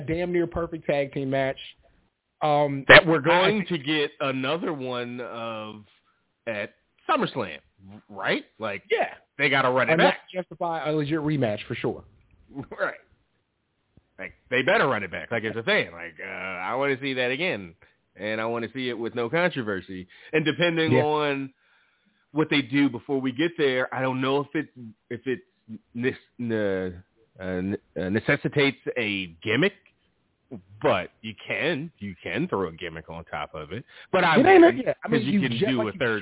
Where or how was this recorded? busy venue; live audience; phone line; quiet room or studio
phone line